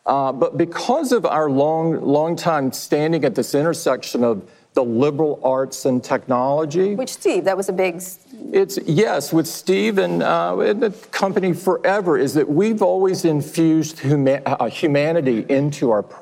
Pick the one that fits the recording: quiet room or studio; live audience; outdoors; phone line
live audience